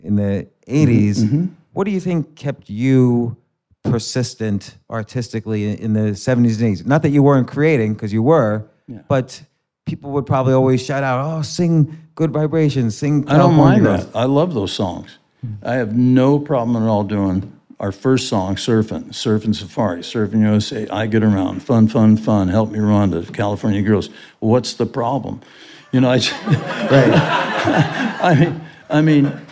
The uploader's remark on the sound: I did this interview LIVE in New York.